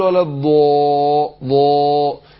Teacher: بفخم الالف تبع للايه للضاد